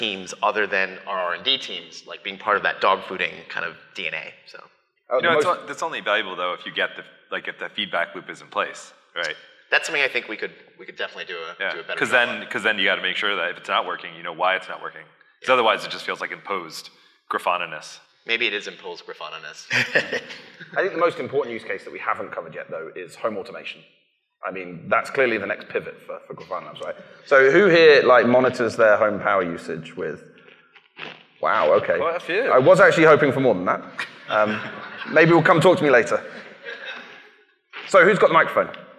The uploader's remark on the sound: Live from GrafanaFest. Recorded live at GrafanaFest, the company-wide event that brought together more than 600+ Grafanistas from around the world in Whistler, British Columbia.